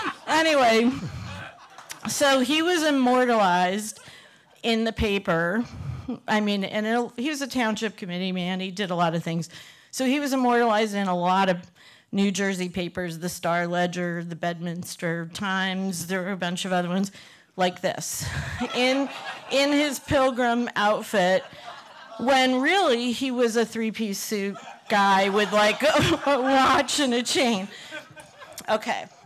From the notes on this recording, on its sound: This story was recorded live in 2018 in Provincetown, Massachusetts.